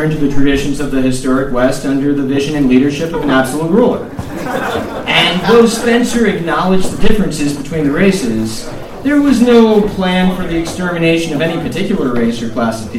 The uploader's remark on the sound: live event at Sovereign House in NYC